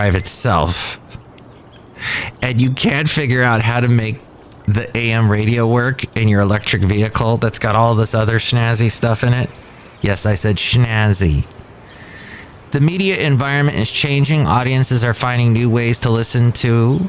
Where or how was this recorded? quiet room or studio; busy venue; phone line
busy venue